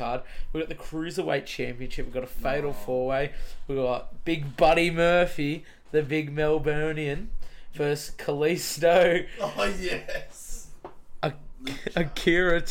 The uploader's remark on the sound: This is my first two mic set up so pls forgive me a little